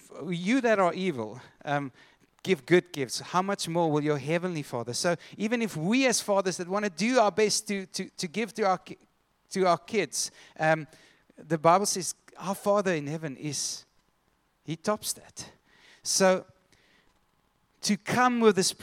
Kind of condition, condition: setting, large echoing room